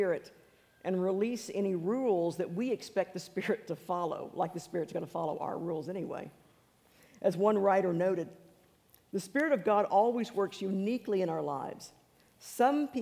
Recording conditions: large echoing room